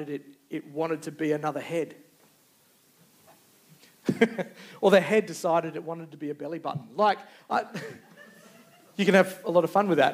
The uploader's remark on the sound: Recorded Live. Geraldton Baptist Church.